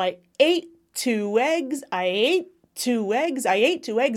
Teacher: I wouldn't really release that first T.